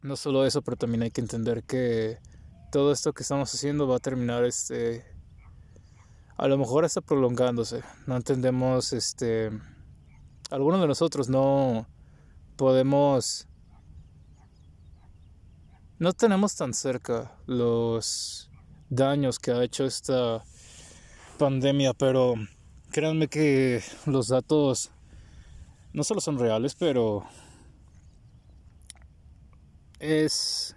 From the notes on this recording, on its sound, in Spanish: Podcast gravado en la mitad de la nada, con la naturaleza alrededor.